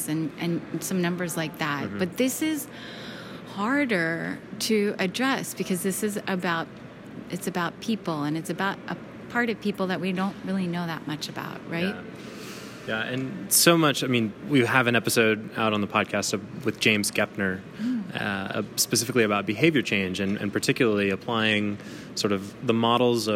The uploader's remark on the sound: Live from the annual ASHRAE Conference and AHR Expo in Chicago. Live from the annual ASHRAE Conference and AHR Expo in Chicago.